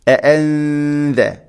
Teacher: സാക്കിന നൂനിന് ശേഷം ദാല് അവ്യക്തമാക്കി മണിക്കണം നൂനിനെ. അഅൻദർതഹും ഇഖ്ഫാഉം ബിഗുന്ന, അവ്യക്തമാക്കി മണിക്കുക.